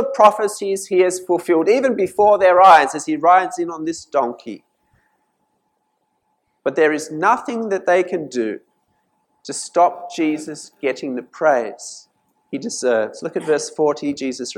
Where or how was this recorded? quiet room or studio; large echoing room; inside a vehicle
large echoing room